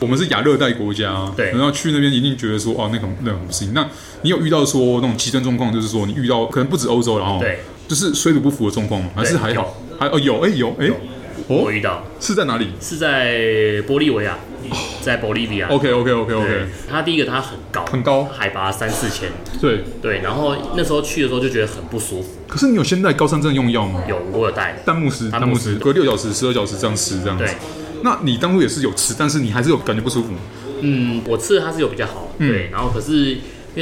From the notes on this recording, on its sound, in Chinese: 本集白噪音指數：蚊風級 1/5。錄音地點： 齊客咖啡 The Gathering Cafe。